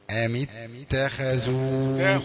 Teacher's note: التاء رقيقة ونبدأ في الخاء المفخمة على طول